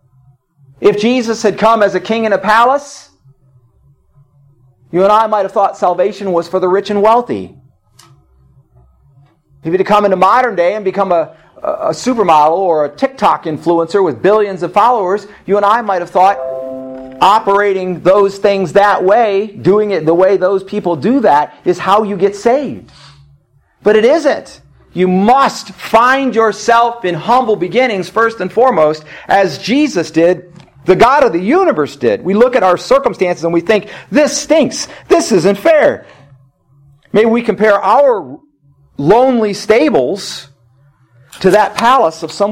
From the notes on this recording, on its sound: In this service from New Heights Fellowship Baptist Church of East Toledo